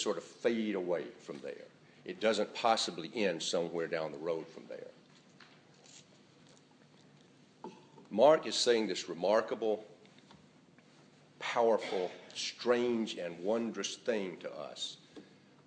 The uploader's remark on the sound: A recording of the morning service sermon on January 7,2018